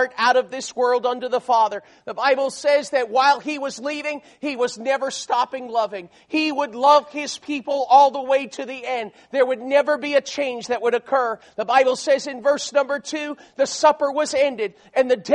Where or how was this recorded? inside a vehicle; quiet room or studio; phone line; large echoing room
large echoing room